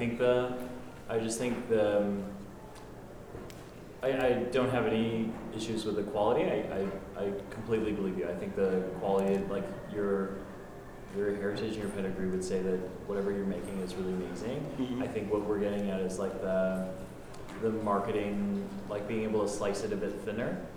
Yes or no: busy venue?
yes